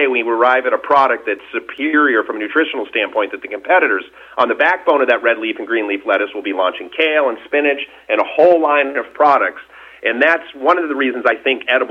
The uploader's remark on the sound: called in to SmallCapVoice